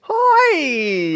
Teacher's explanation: Starts quite highly pitched and stays that way. You go through three vowels in that high. It's a diphthong and a half.